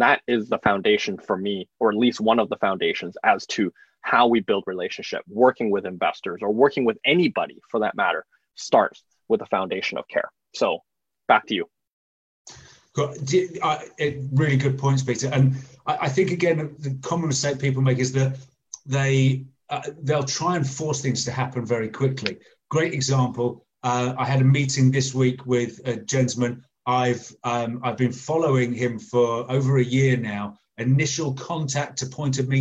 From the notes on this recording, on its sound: recent facebook live recordings